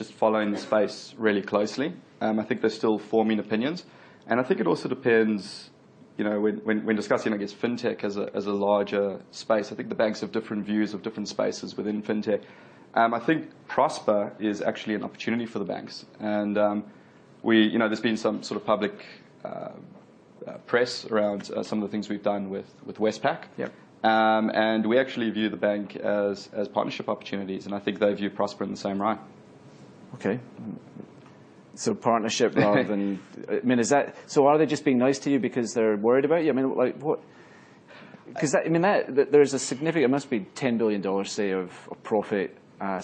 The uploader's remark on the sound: Recorded at Innovation Bay Sydney breakfast event - 18 May 2016